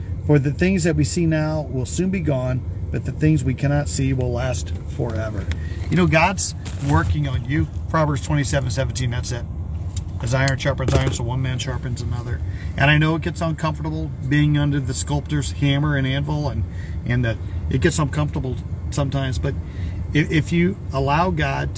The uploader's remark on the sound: Brown Bag In The Van